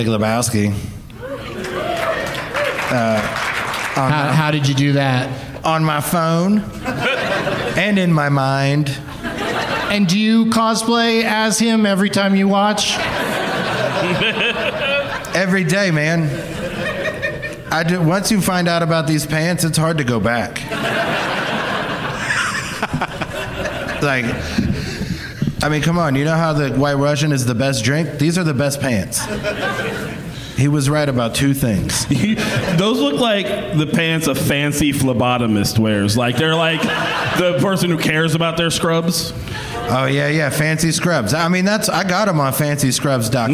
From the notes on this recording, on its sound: Live from the LOL Comedy Club in San Antonio